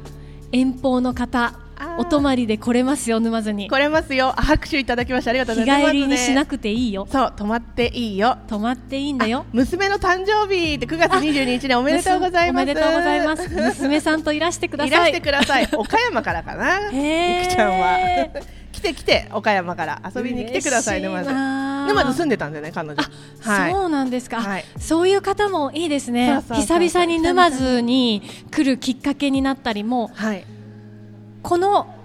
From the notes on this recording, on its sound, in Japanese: 沼津市大手町の仲店商店街にある旧マルサン書店前にて公開収録をさせていただきました。